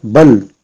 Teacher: Bal, il y en a le lam, il est muet. On n'a pas lit balo, bala, bali, mais on a lit bal. · Term: sukun